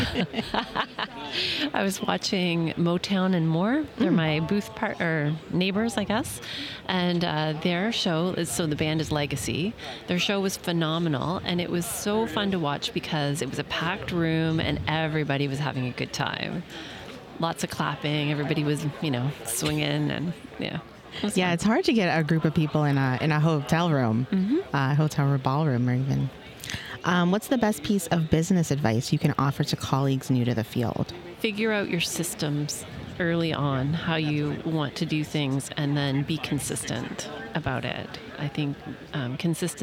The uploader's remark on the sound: Live From Our Booth at MAX Part 2. We are back with the rest of booth interview from MAX!